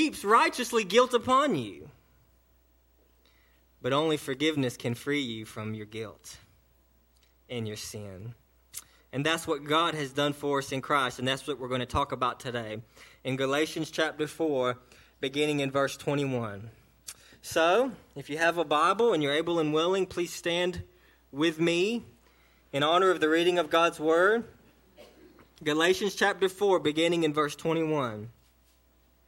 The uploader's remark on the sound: a sermon delivered to Cottondale Baptist Church in Eastman, GA, on 4/22/18 during the 11am service